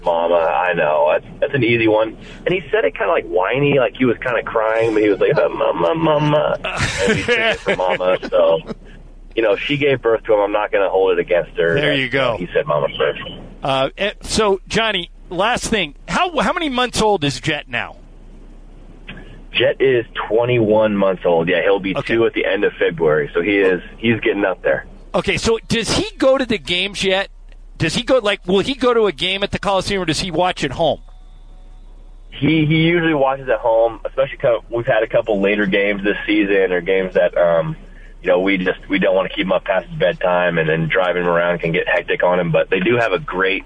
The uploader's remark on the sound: called